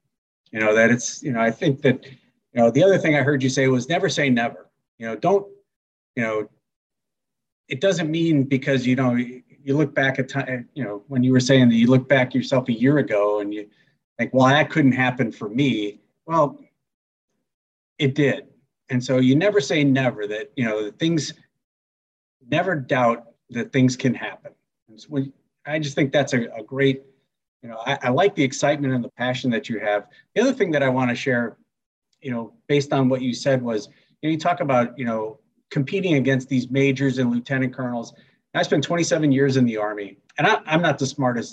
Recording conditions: video call